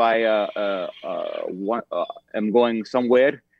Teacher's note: largely what gives the accent its quality is the trilled or the tapped R.